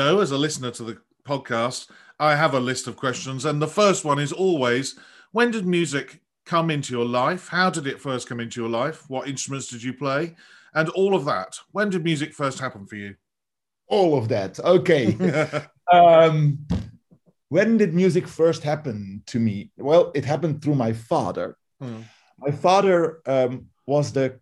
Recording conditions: video call